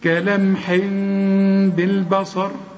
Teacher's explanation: يبقى بعد لما تقلب التنوين لميم، اخفي الميم وغنها. يبقى أنا برضو مش هقفل شفايفي علشان ما تطلعش ميم كاملة، هقول كلمح بالبصر. · Term: إقلاب